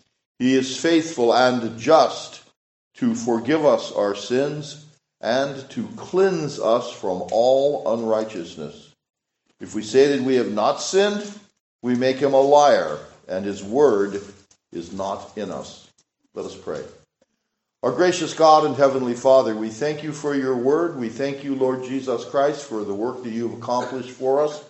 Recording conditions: large echoing room